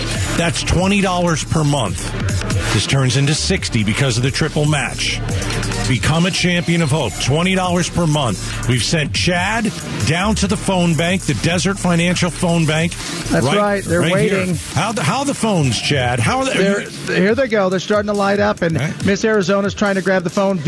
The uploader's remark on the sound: goes live from the Give-A-Thon and takes calls from listeners